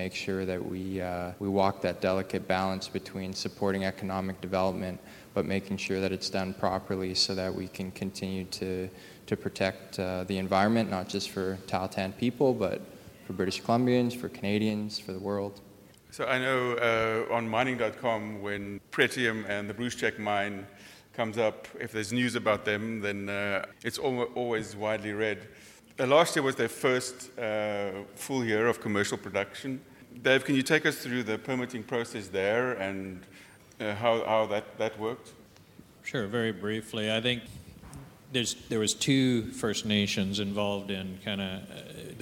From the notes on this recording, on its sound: This episode features the provincial mining panel discussion from The Northern Miner’s annual Canadian Mining Symposium held at Canada House in London, U.K.